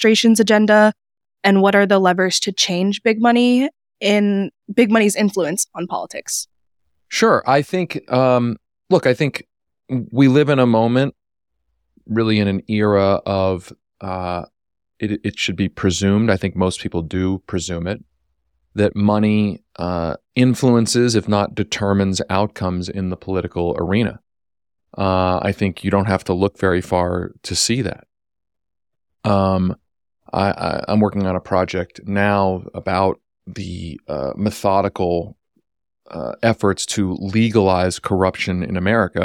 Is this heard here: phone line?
no